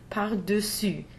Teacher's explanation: Here the E is pronounced as a schwa.